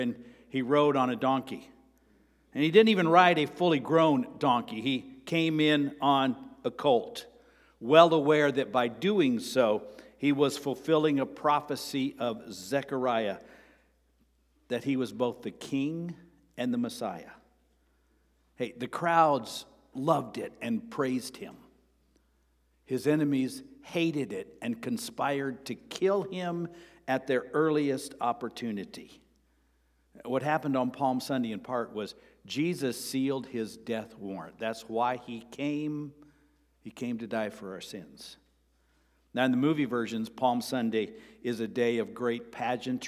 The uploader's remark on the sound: Sermon preached on April 2, 2023 (Palm Sunday) at Avondale Baptist Church.